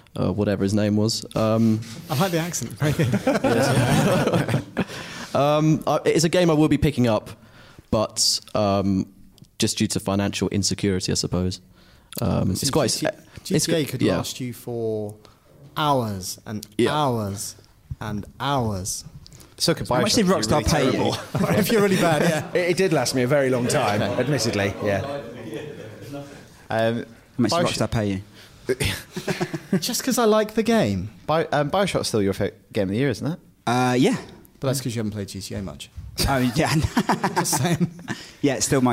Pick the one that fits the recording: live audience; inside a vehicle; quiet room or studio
live audience